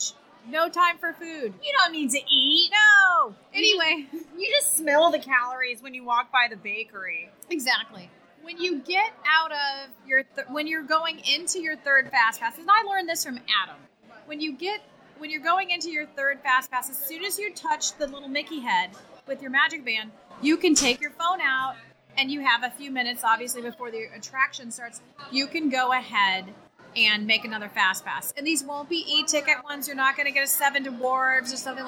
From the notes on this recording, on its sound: We are reporting live from Columbia Harbor House.